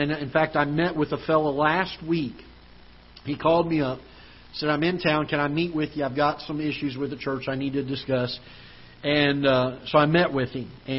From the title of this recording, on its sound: Ketha Heights Baptist Church ~ Live Broadcast